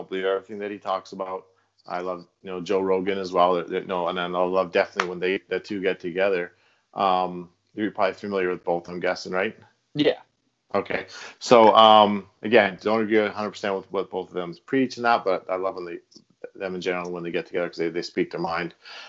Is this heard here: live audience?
no